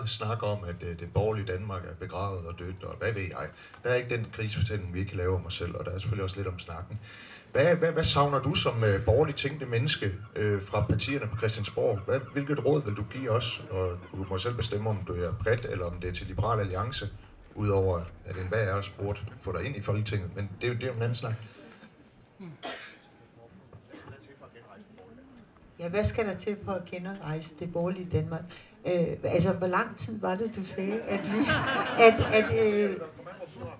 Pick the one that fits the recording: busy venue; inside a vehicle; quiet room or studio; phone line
busy venue